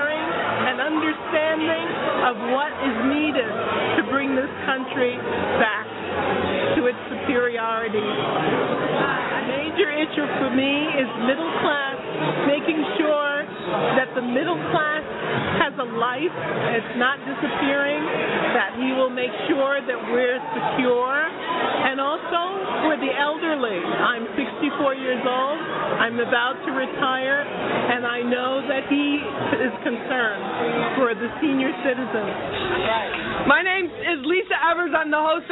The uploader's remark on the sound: Election Night Watch Party-Live From one of Harlem's most historic sites, The Malcolm X and Dr. Betty Shabazz Memorial Educational Center!